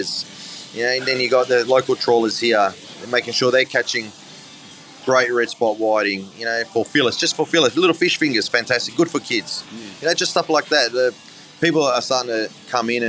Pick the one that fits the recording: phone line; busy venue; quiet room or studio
busy venue